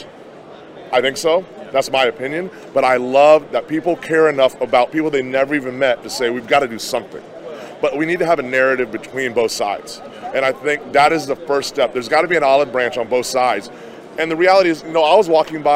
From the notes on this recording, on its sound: interviews vendors and attendees at the 2022 NRA Annual Meetings & Exhibits in Houston